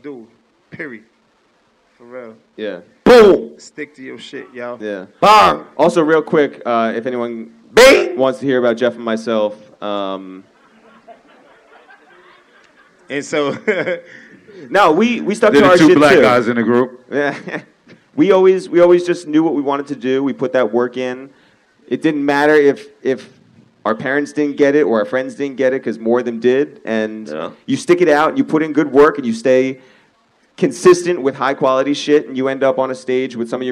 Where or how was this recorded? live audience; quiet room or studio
live audience